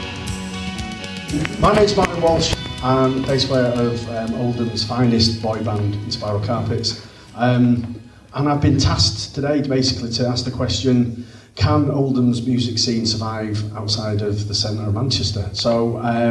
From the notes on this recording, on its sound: held at the Oldham Library on 29th March 2023